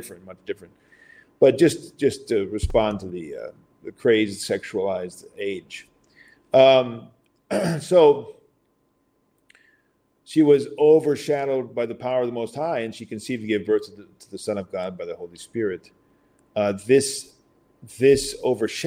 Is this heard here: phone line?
no